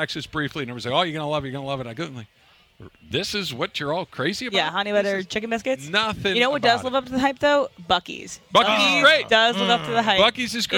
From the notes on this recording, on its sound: LIVE from Rams Camp in the City of Irvine! A group of shirtless guys with letters on the chest show up but we cant make out what they are trying to spell.